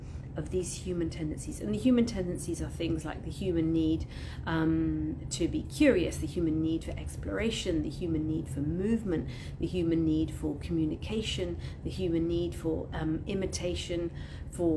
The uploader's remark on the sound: All podcast sessions originally recorded on Instagram Live